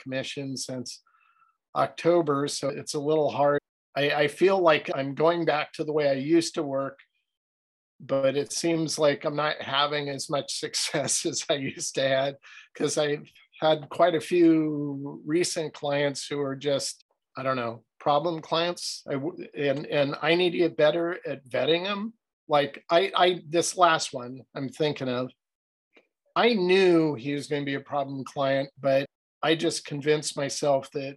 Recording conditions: video call